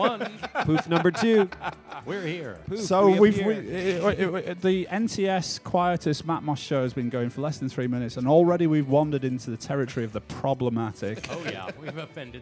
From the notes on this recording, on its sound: NTS radio kindly invited them to present their show The Quietus Hour live from the festival.